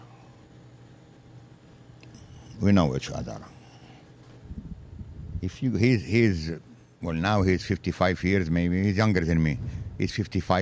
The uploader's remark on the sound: in South Philly at The Rim Cafe